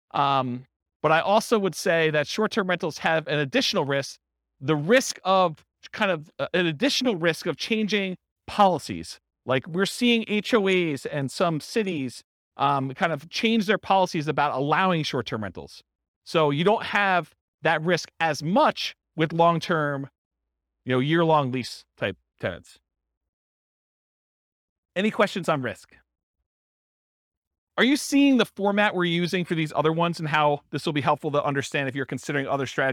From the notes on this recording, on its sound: This was a live class recorded